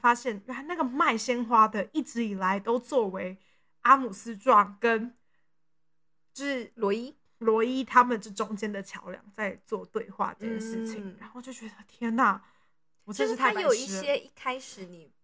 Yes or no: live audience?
no